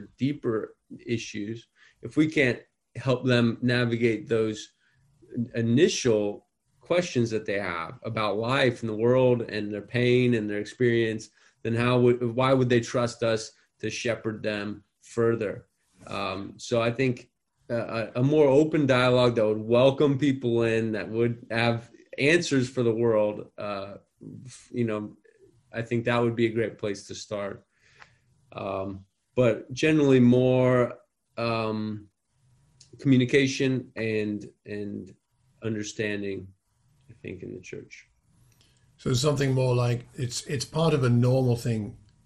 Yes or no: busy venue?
no